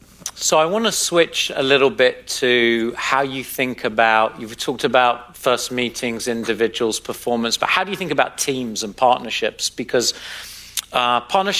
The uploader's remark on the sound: 2023 Upfront Summit. Recorded March 1, 2023 at the Upfront Summit.